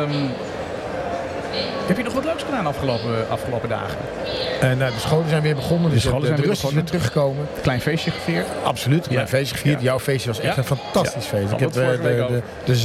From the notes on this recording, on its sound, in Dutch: live vanuit de bruisende ambiance van de 50PlusBeurs in de Utrechtse Jaarbeurs